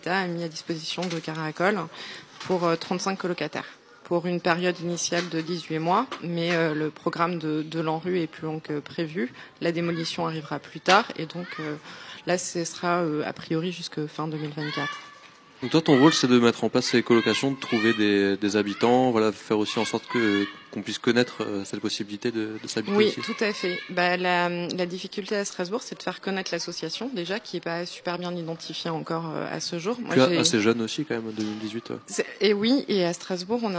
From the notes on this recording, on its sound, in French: Émission en direct de l'Elsau. Diffusé en direct sur RBS le 6 Mai 2023 depuis la Rue Watteau à l'Elsau à l'occasion de l'événement "Capsule Temporelle" de la Compagnie Lu².